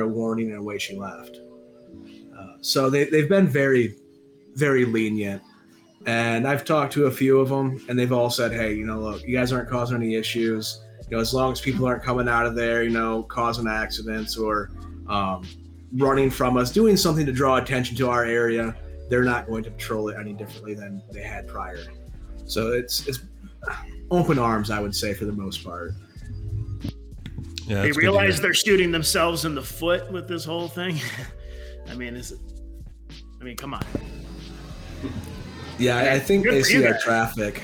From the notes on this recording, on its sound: The Smokin' Rope Podcast hits the road for 4/20 as we broadcast LIVE from Bloom City Sturgis.